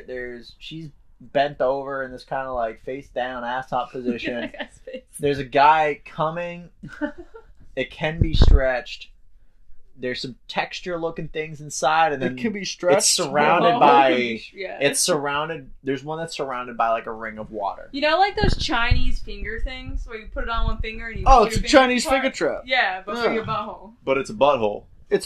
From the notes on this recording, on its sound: We are testing out new microphones, so we apologize for the microphone pops and brushes against our clothes. We are working out the kinks.